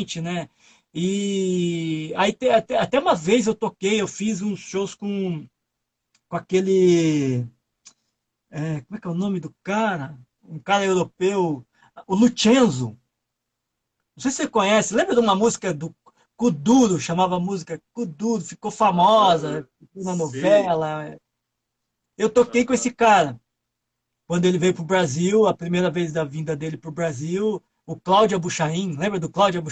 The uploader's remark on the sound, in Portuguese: PODCAST extraído da LIVE TEMPO DE APRENDER gravada no instagram